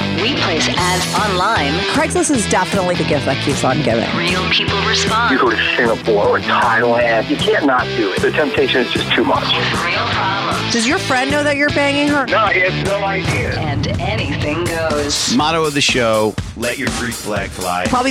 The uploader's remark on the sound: she called in to talk all about it